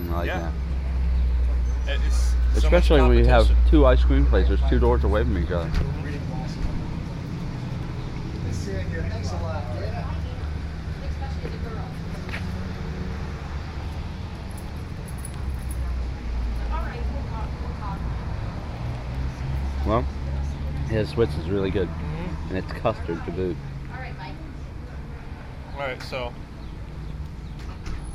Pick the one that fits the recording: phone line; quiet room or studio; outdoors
outdoors